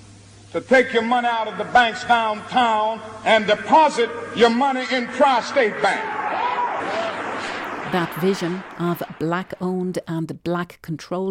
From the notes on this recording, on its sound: as part of a live broadcast from Aspen Ski Week